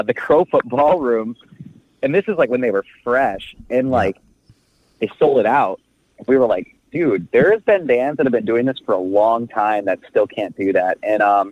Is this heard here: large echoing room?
no